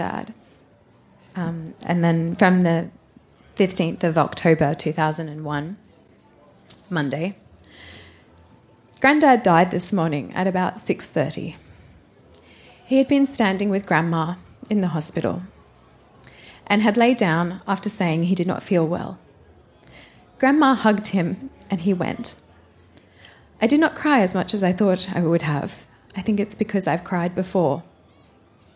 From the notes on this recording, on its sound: Recorded live at the Woodford Folk Festival.